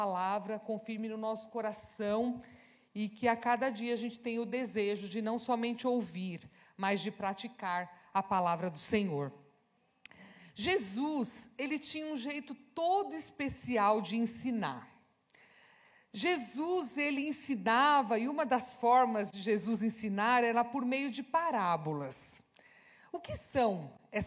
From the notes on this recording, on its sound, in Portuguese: Celebração ao vivo